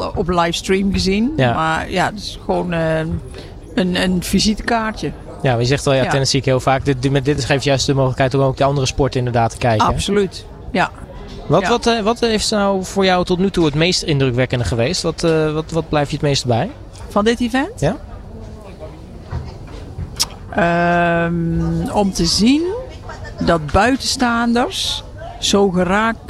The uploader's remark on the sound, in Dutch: ALLsportsradio LIVE! vanaf de European Para Championships!